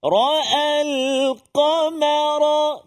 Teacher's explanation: Tebal, kan? Qaf, mim tak tebal, ra tebal balik.